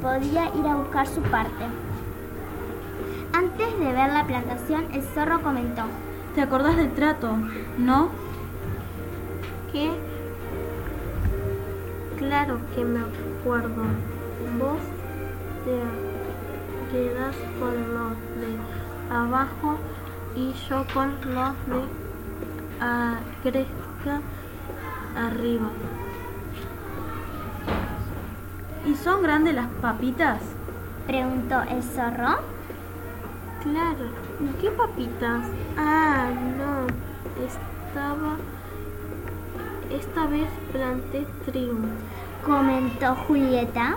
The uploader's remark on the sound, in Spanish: En 4to B aprendimos a grabar audiocuentos en la XO. Con el programa Audacity de la XO.